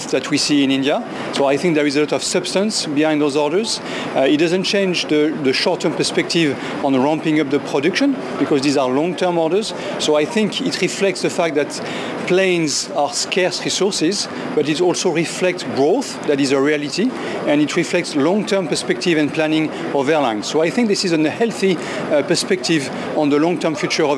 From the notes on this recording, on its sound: live from the Paris Airshow